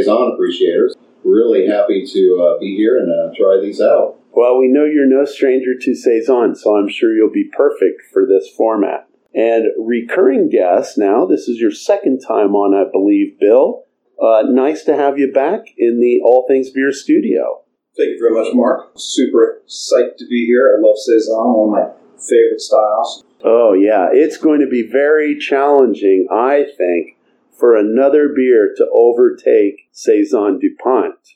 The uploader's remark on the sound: We had technical issues with this recording so the sound quality is not up to our usual standards.